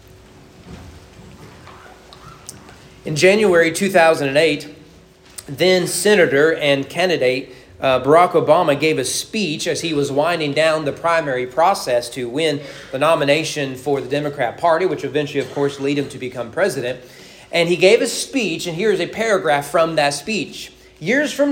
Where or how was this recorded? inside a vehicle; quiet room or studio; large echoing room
large echoing room